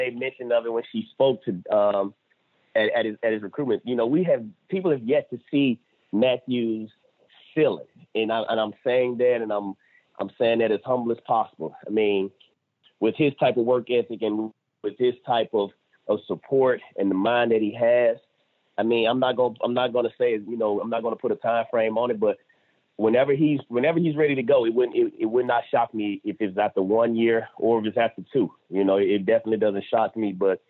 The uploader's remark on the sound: joins on the Modern Woodmen phone line (40:15)